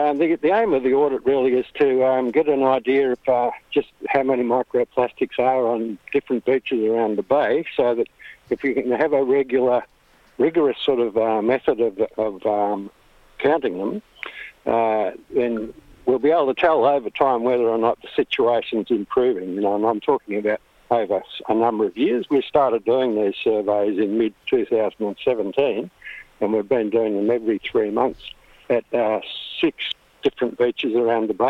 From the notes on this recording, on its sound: He'll join us by phone to summarise findings of audits over 2 years.